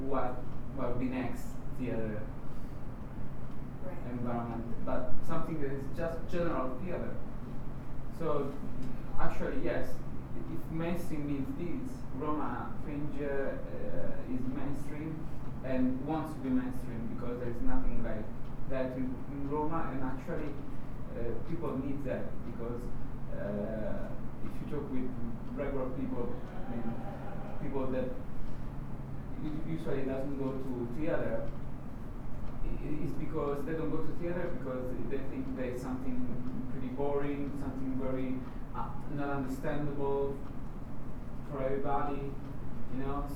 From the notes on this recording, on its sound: Recorded at the 2014 World Fringe Congress in Edinburgh, 10 August 2014.